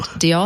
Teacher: With a little bit of a guttural h at the end.